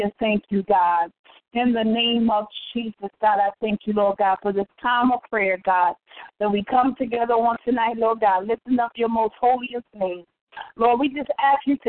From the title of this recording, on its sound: TeleConference